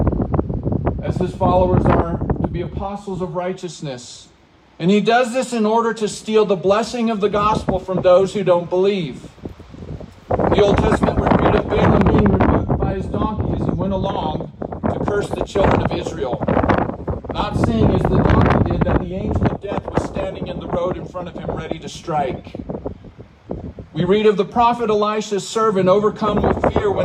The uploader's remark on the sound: Waypoint Drive-in Christian Church. Sorry about the wind.